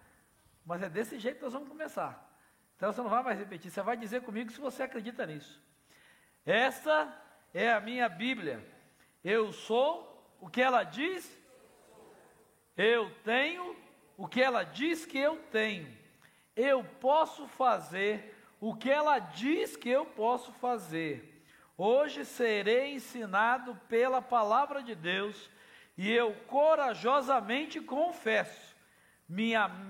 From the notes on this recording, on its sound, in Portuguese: Celebração ao vivo